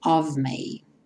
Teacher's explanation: o of tem o F vai ter um som de V